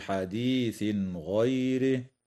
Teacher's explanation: وكذا يظهر التنوين عند الغين في قوله تعالى حديث غيره، ويسمى إظهارا حلقيا